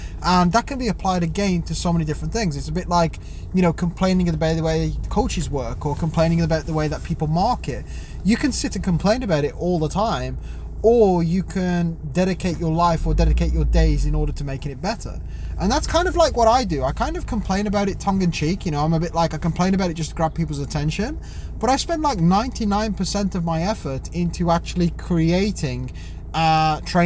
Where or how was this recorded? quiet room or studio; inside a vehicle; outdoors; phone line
inside a vehicle